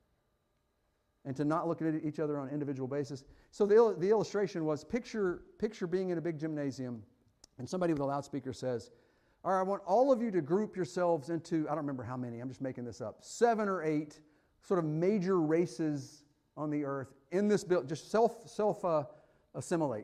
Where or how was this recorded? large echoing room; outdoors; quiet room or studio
large echoing room